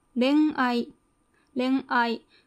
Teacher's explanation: この時のんは、鼻母音、鼻の母音って書いて鼻母音ですね。要するに、鼻で発した音、鼻から出てくる音です。